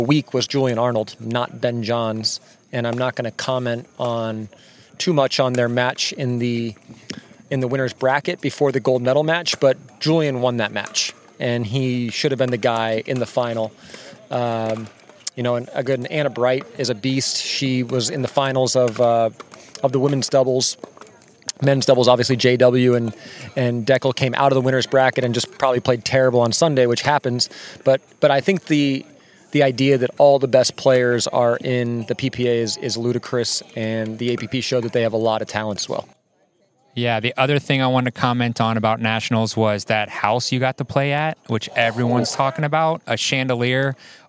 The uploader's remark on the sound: On location at Crescent Lake Park in beautiful St. Petersburg, FL.